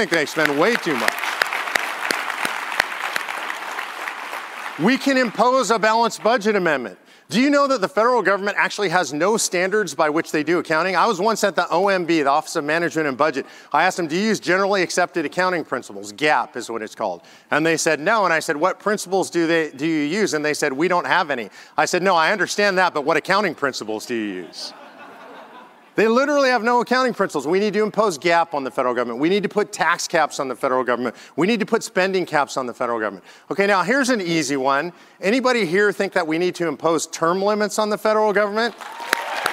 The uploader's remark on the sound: speaks at the National Conservative Student Conference and answers questions from the audience